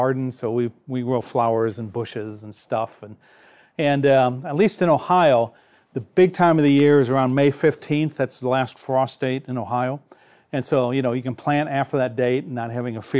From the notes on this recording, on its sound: This episode is from Navigators Church Ministries, recorded at the National Disciple Making Forum.